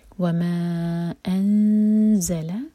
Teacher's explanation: اخفاء سے کریں گے کہ زا کے لیے زبان تیار ہو اور زا پر بزنگ سا ہونا ہے.